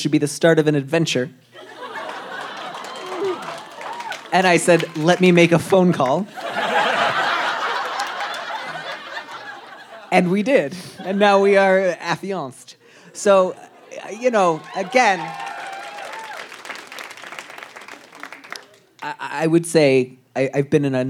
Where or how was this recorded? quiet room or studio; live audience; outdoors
live audience